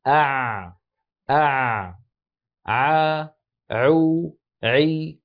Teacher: العين كما هو معلوم تخرج من وسط الحلق، ويكون ذلك برجوع لسان المزمار إلى الخلف قليلا، مما يؤدي إلى تضيق، يعني يصير حرف العين محصور بين الجدار الخلفي للحلق ولسان المزمار.